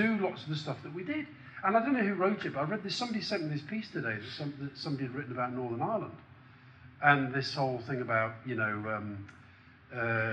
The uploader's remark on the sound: Christmas Special political party with on stage guests